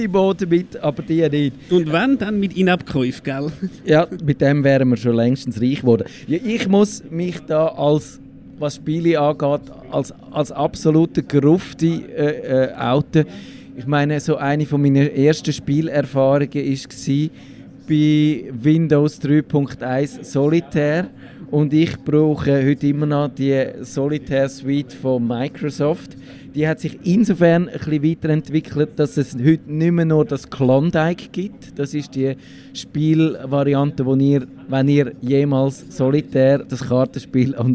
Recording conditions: outdoors